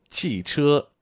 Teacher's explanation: the fourth tone and the first tone